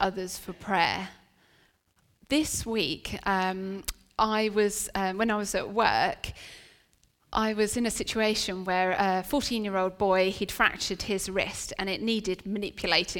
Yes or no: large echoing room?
yes